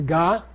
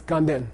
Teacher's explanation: The N belongs to the second syllable. · Term: prenasal